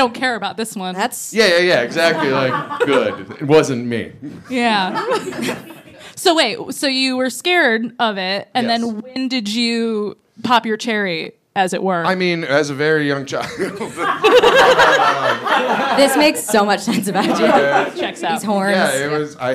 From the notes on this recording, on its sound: It was Halloween so what were we gonna do, NOT have a live show?! Recorded in front of a live audience at Otherworld Theater in Chicago.